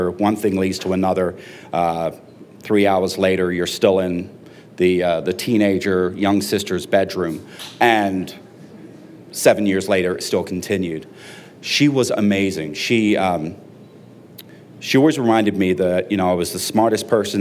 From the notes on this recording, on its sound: You never know what you'll get when the audience steps up to the mic. You never know what you'll get when the audience steps up to the mic.